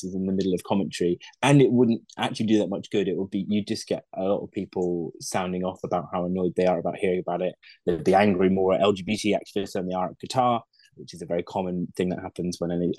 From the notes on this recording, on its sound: Jumped on a zoom call with me.